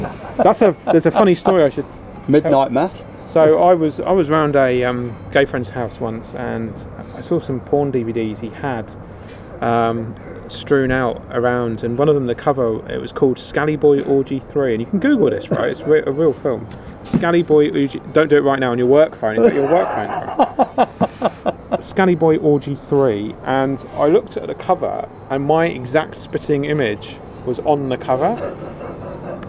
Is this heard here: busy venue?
yes